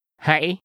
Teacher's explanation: the high, rising, broken tone in the word for please